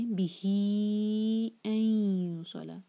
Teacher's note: ہی کو ہم چار حرکہ کھینچیں گے · Term: مد صلہ کبرا